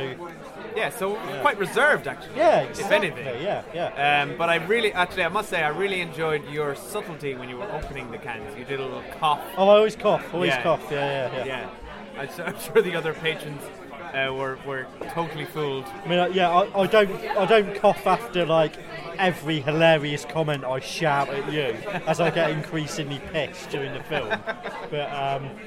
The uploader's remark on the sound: This episode contains some cans, pub noise